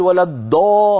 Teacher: يأتي بها من طرف لسانه الأمامي، من طرف لسانه الأمامي وهي منطقة الدال، مهما ضغط الإنسان على مقدمة لسانه مخرج الدال مهما ضغط ومهما فخم لن يخرج معه ضاد أبدا، سوف يخرج معه دال مفخمة.